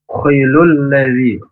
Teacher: huruf kho, ya, makhrajnya dari tenggorokan paling atas dan mendengkur, tafkhim. Ya, mendengkur, jangan sampai hilang, kemudiannya jangan sampai seperti huruf K atau menjadi K.